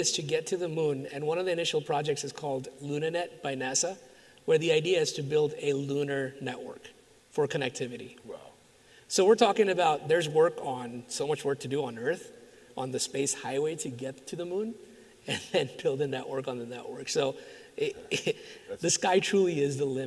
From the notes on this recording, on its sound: LIVE at Wireless West. In our first episode live with an audience. This episode was recorded in front of an audience at the Wireless West Conference in Las Vegas.